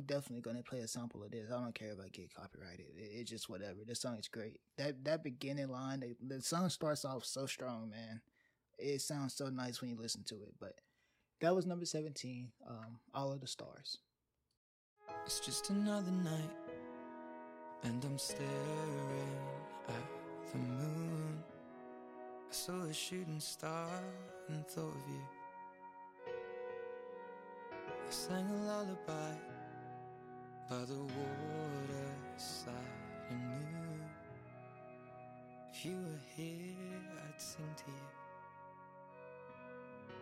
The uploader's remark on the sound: The audio might be a bit touchy (some music louder than others, etc.) as I didn't record this in one setting so I might have to adjust my voice levels.